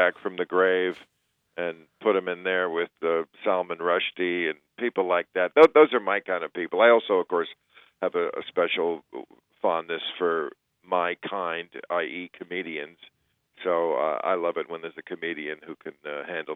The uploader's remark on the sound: joins us by phone.